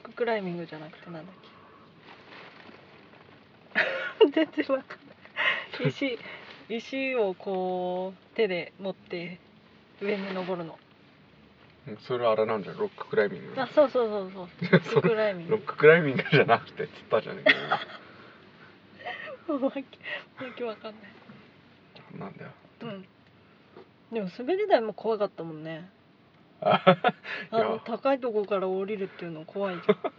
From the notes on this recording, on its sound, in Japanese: 車内での録音です、途中雨音がします。